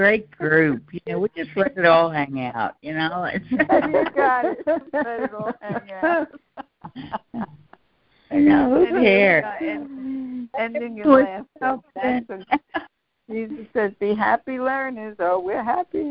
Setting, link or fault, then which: link, phone line